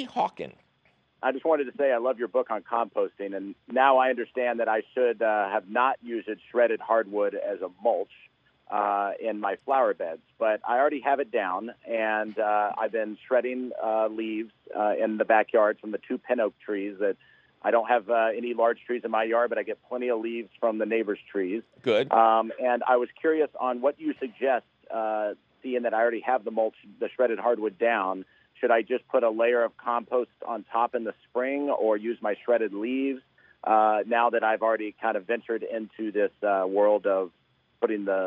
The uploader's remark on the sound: he takes your fabulous phone calls